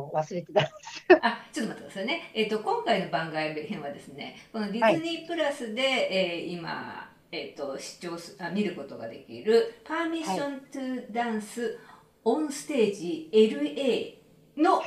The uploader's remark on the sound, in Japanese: リモートでの収録となっているため、聴きにくい箇所があるかもしれませんが、ご了承いただければ幸いです。